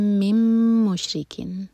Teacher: میم پر شدہ میم کو ہولڈ کیا جائے گا، غنہ کریں گے